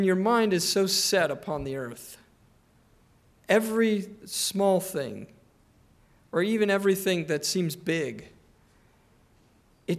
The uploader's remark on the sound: Preached on July 9, 2023 (evening) at Trinity Presbyterian Church ( Evangel Presbytery ) in Spartanburg, SC.